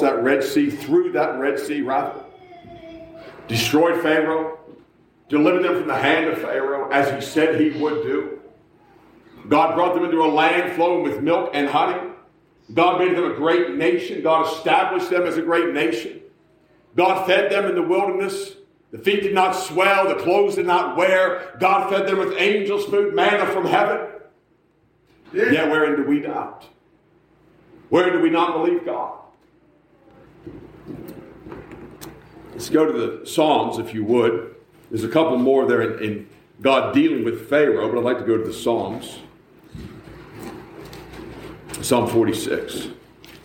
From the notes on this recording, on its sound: A message preached at the Black Creek Baptist Church in Black Creek, NY.